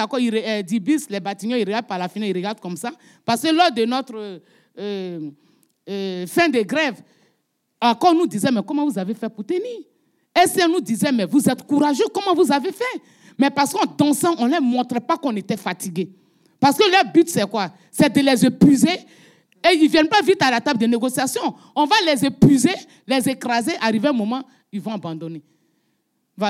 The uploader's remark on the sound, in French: enregistrement en live et en public du podcast “Popol”